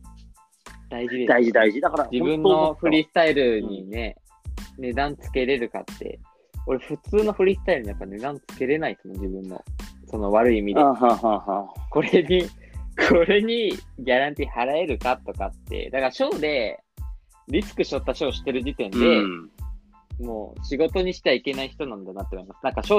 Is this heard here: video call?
yes